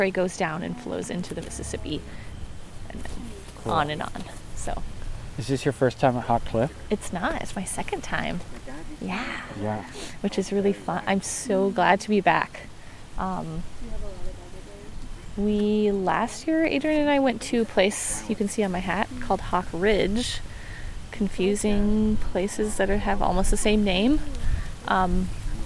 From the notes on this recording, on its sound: This episode is recording a trip down to Hawk Cliff. The structure is similar to old audiozines I used to make, describing in situ as well as voice overs to tell the story a little better and to give context to the audio.